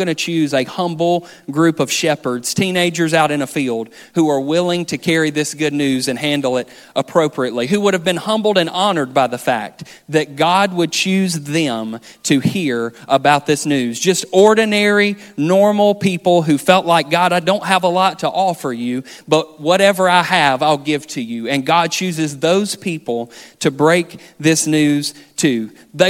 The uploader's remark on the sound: This sermon was recorded on December 17th, 2023 at our main campus in Florence, SC